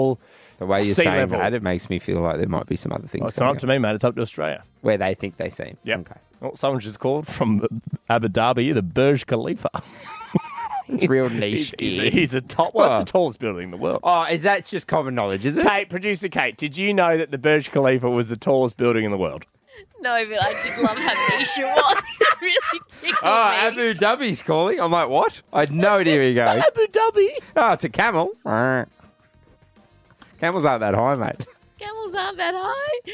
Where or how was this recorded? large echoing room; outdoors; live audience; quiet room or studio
outdoors